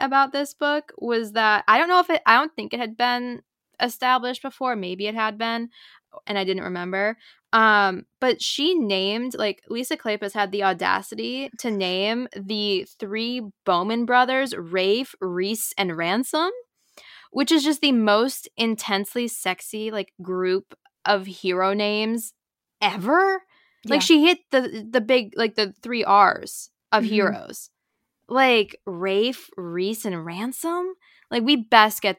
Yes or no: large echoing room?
no